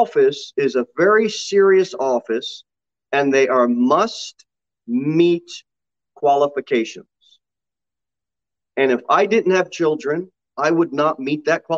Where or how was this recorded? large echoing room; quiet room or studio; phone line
large echoing room